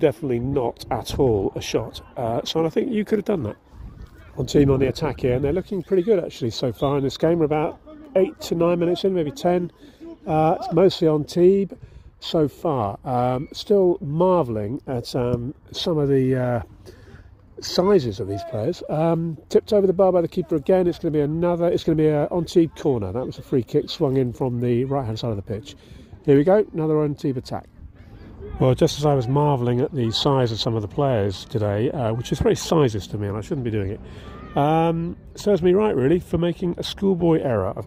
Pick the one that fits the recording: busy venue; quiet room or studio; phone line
busy venue